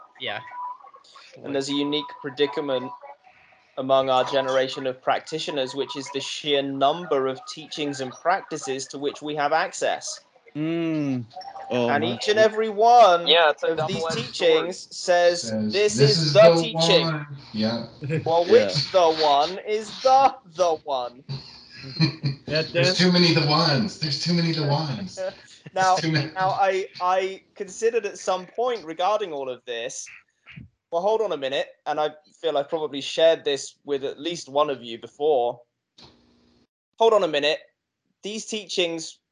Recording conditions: video call